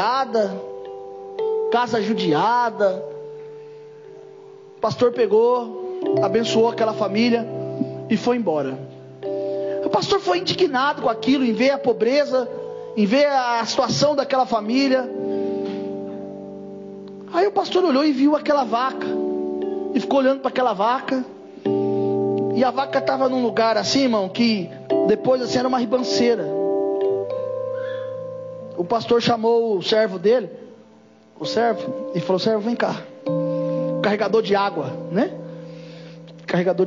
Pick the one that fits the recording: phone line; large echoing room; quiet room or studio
large echoing room